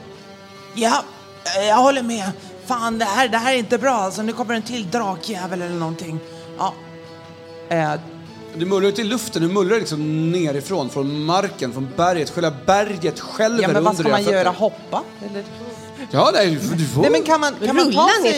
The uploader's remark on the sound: Live at Spelkongress 23